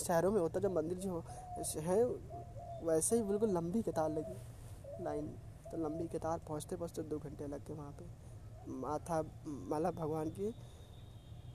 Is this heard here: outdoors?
yes